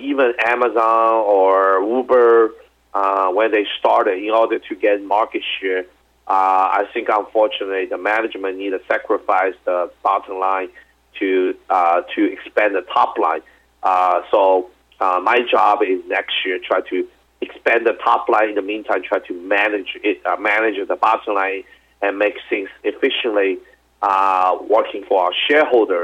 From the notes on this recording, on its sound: called in to SmallCapVoice